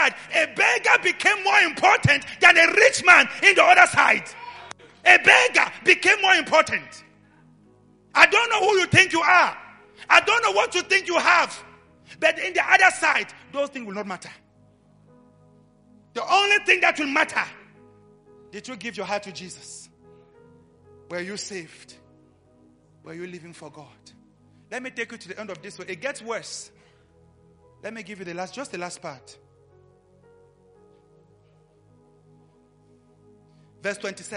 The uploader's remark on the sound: LIVE AT ABC KHALANYONI